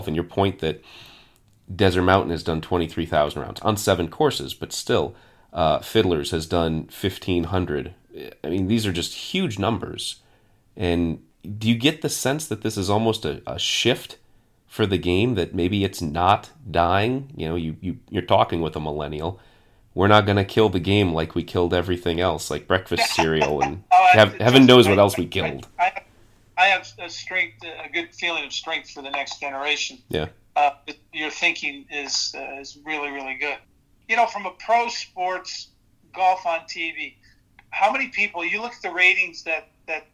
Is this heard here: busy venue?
no